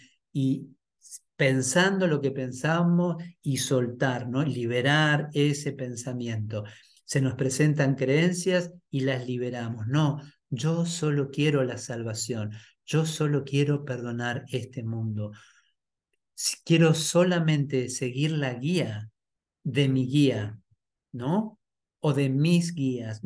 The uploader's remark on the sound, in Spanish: Clase en vivo por Zoom desde UCDM Iluminación.